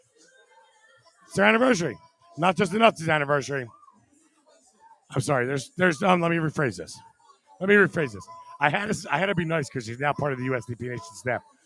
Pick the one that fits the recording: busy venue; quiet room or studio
busy venue